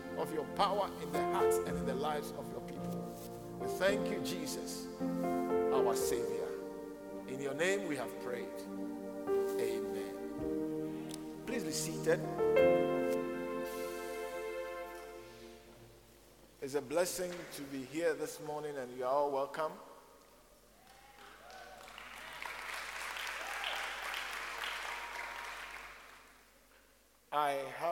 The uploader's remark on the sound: preached at the Living Waters Cathedral